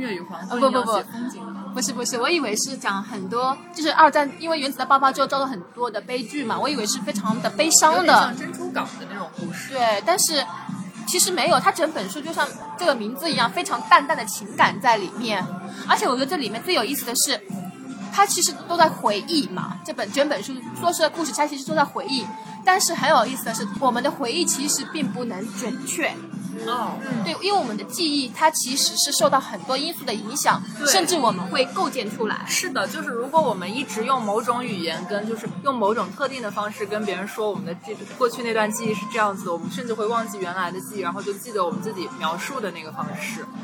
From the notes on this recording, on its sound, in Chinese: 本期节目在小酒吧完成录制，我们边碰杯边聊文学。因为周围环境略嘈杂，所以可能对听友们不太友好。接下来跟我一起进入略有点喧闹的小酒馆吧。